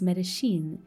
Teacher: And to make matters worse, in at least two South American countries, Medellin is Medellin, because in Argentina and Uruguay, the double L takes a sh sound instead